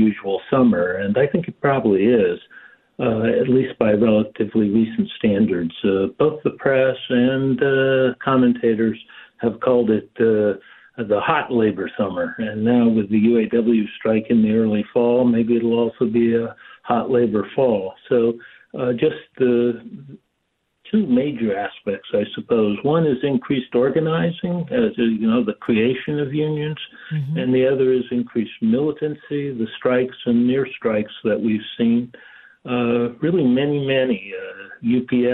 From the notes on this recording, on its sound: opens up the phone lines